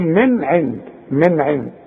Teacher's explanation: نون ساكنة وبعدها عين، والعين من حروف الإظهار، ما غنش هنا، أقول من عند، من عند، ما أقولش من عند، لا.